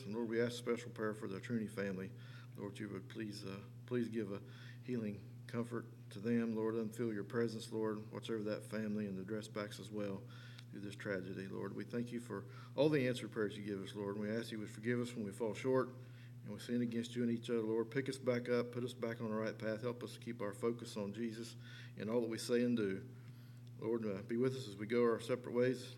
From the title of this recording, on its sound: LIVE Services at Sunshine